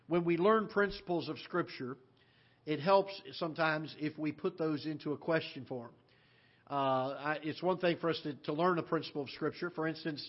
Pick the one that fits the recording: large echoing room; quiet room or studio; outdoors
large echoing room